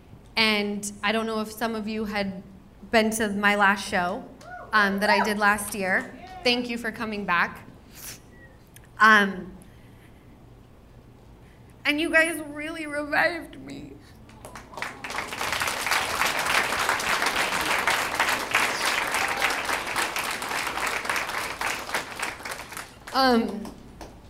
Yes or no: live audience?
yes